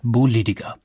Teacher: Denn in Franken klingt nicht nur das P wie B, auch T und K werden zu D und G weich geschmolzen. · Term: binnendeutsche Konsonantenschwächung